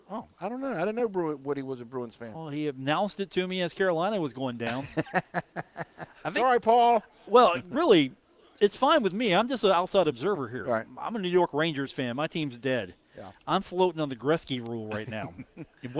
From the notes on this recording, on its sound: at the Union Pub and Grill